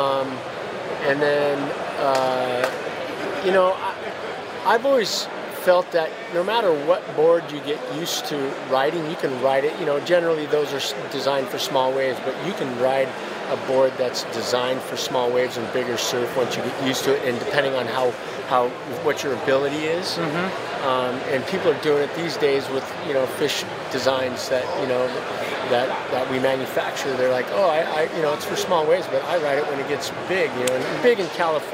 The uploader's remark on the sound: This episode was recorded at The Boardroom Show